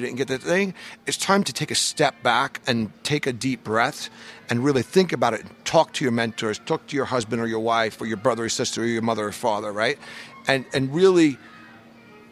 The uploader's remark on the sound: joined us live at VMworld 2016